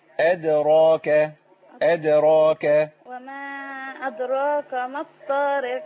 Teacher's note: الراء المحركة بفتح عند الإمام حفص في القرآن يعني كله عند الإمام حفص بتفخم